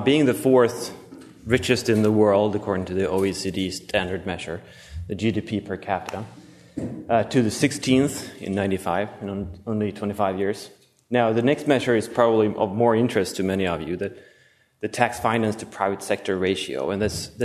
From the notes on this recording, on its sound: Presented at the Austrian Economics Research Conference. At the Ludwig von Mises Institute in Auburn, Alabama.